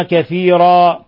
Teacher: تنوين الفتح يوقف عليه بالألف، وهذا يسمى مد عوض، يمد حركتين